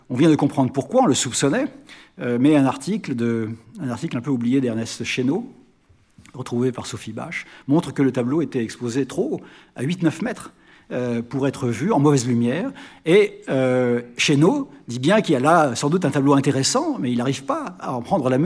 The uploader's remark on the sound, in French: Exposition "Manet/Degas" - Conférence. Enregistrement de la conférence inaugurale du 14 avril 2023.